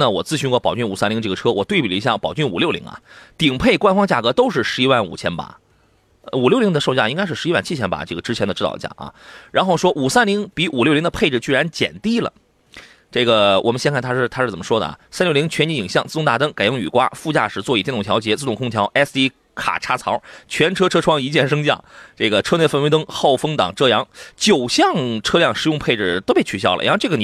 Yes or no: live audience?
no